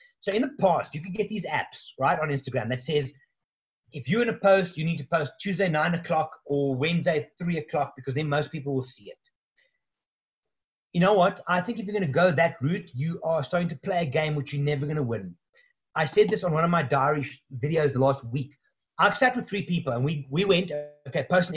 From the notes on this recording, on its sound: In this episode I share the audio of a webinar I hosted online last night. The first of a series of new online offerings from Wild Eye.